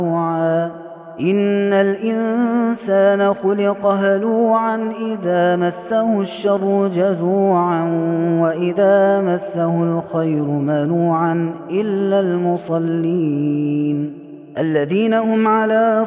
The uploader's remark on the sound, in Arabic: هذا التسجيل من صلاة التراويح